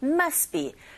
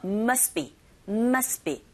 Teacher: must be, st, b. 연속적으로 세 개의 자음이 이어졌어요. 이런 경우에 두 번째 자음의 소리가 탈락되는 경우가 있죠. · Shown in: second take · 그래서 must be, must be 이런 식으로 발음하시고 shared 이렇게 하시면 됩니다.